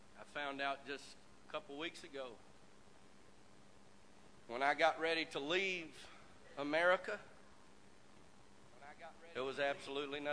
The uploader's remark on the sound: This message Broadcast Live from First Pentecostal Church of Silsbee, Texas.